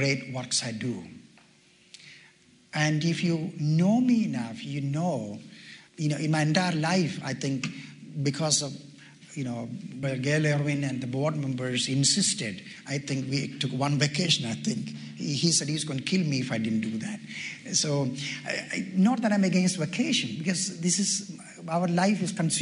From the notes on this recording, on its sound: delivered at a Pastor’s Conference